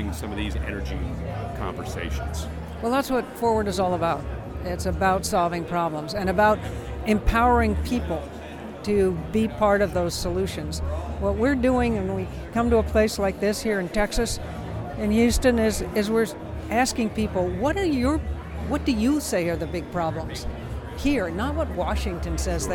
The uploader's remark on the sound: A special live, on-location episode of The Power Connect this past weekend as we went to the Forward Party Kickoff Convention at the Bayou City Event Center on the southside of Houston